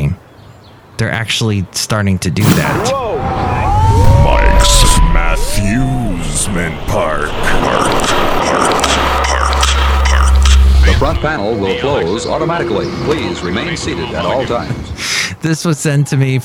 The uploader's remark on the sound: podcasts live from Café Anyway